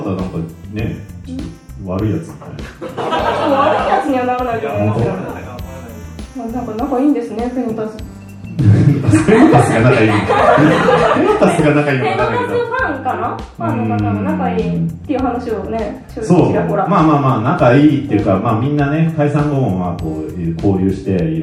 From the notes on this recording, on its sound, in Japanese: 公開収録